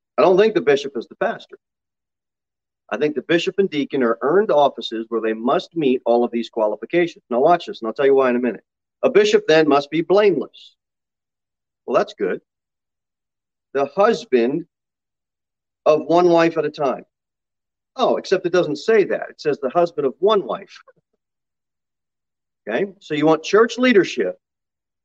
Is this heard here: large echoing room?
yes